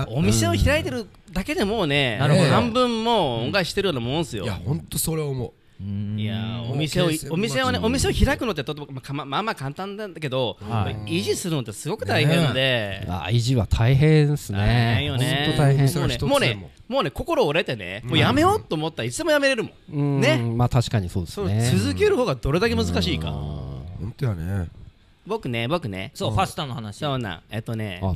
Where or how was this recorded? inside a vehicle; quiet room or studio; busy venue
busy venue